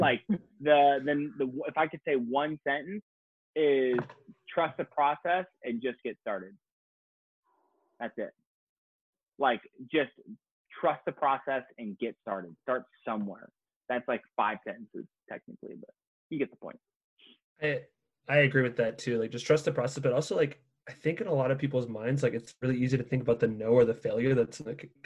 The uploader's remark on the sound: sit down (on ZOOM)